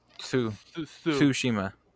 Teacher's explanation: you like kind of do like a T sound while you say the S U. It's kind of Tsu. · Term: TSU sound